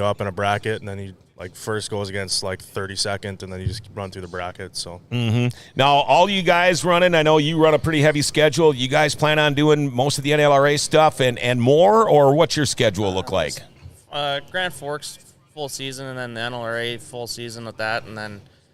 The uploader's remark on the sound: We are live from the Greater Grand Forks Fairgrounds.